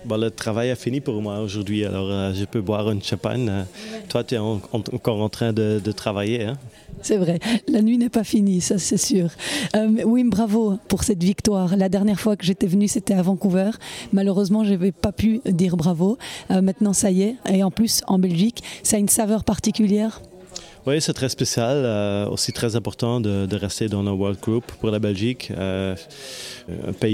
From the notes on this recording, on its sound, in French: Vous l’entendrez, ce podcast enregistré dans les coulisses du Dôme de Charleroi, dans l’ambiance de la victoire.